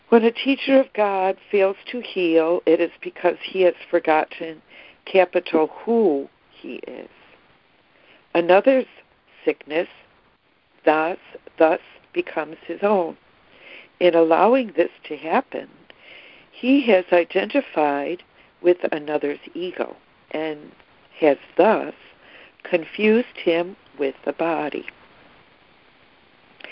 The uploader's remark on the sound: ACIM Daily Conference Call